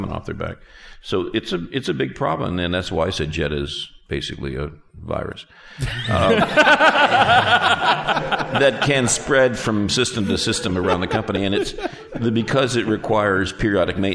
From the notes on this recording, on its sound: live* recording of Dot Net Rocks, from the March 2005 Dev Connections conferene in Orlando, FL